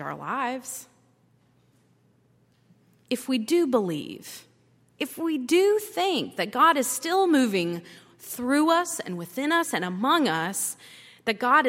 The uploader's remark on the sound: at Highland Baptist Church.